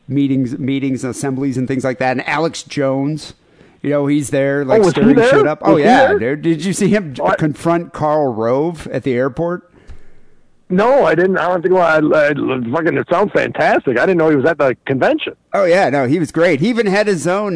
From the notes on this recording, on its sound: Phone calls.